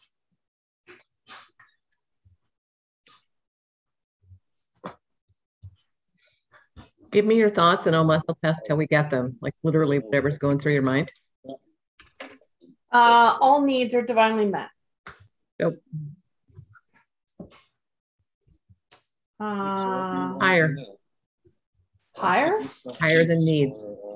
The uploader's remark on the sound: Audio version of May 6, 2022 Zoom call.